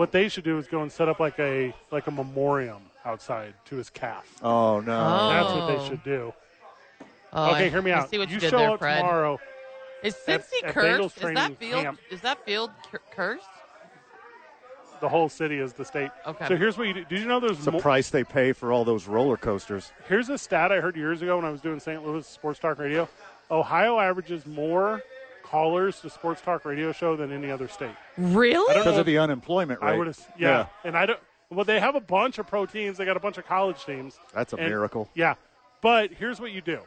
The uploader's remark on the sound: live from ABQ Axe